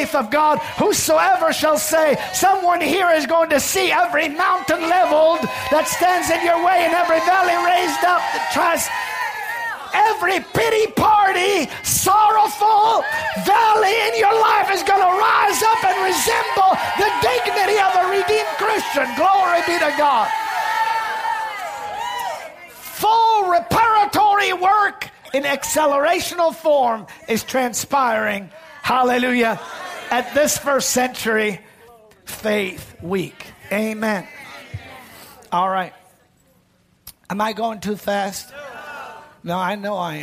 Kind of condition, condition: setting, large echoing room